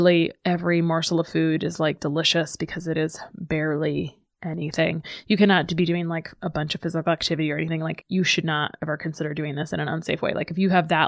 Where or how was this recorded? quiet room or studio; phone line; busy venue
quiet room or studio